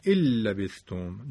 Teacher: مانند مثلا من یهدی که باید بخونیم من یهدی، یا مثلا ان لبثتم که می خونیم ال لبثتم، دیگه نون اصلا فراموش میشه، میگیم ال لبثتم